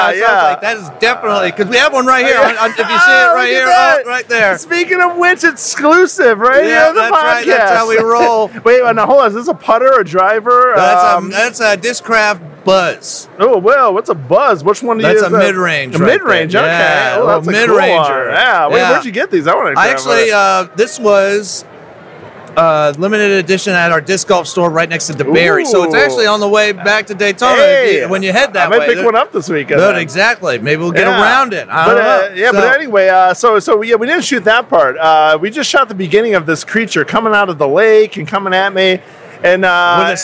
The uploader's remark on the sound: The Film played at Spooky Empire's film festival this year, and we had a small chat with him at our booth/studio.